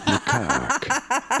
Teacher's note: You do want to stress on the second syllable, on the cack syllable.